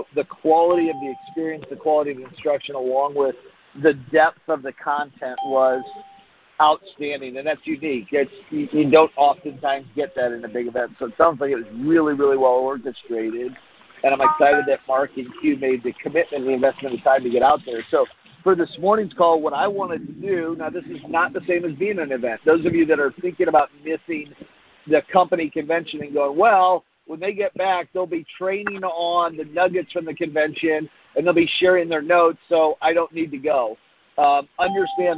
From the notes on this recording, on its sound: Friday Morning Conference Call.